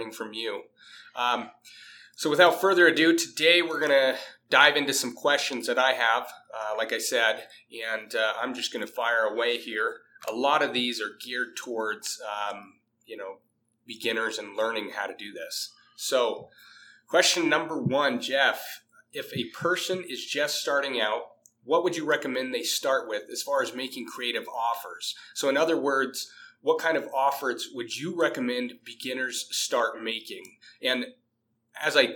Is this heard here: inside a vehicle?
no